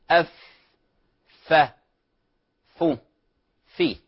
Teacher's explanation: تخرج من باطن الشفة السفلى مع أطراف الثنايا العليا · Term: مخرج الفاء